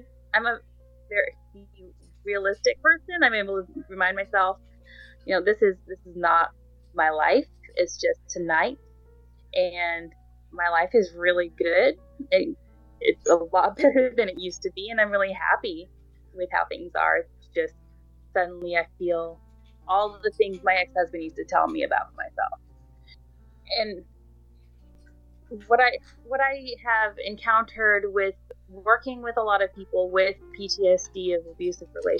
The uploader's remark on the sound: The recording quality was terrible but I tried. Keep in mind that I am no audio engineer, just a gal trying to make things work.